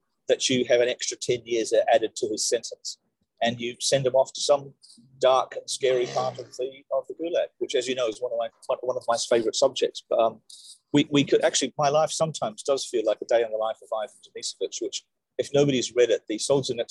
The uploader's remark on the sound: In this week’s live hoon webinar for paid subscribers, which is in recorded form above.